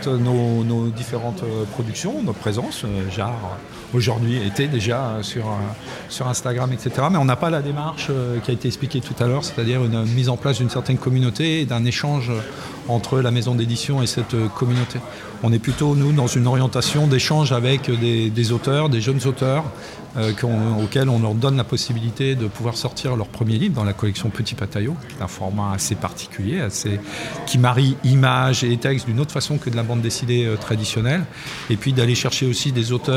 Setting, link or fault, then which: setting, busy venue